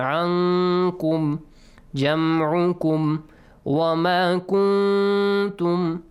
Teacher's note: إِخْفَى، hide the sound of نُون ساكن.